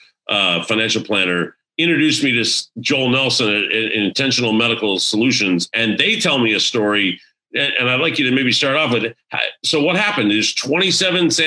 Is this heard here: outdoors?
no